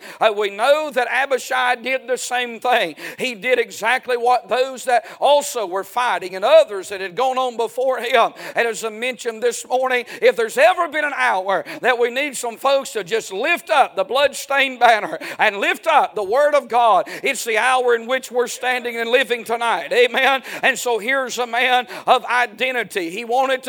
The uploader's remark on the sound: A sermon preached Sunday Evening, on May 14, 2023.